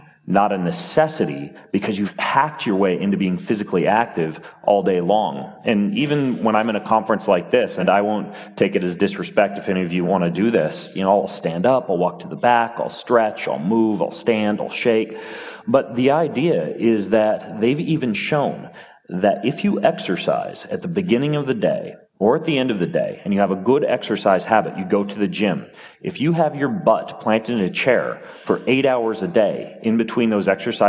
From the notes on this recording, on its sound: on stage at Mindvalley University Tallinn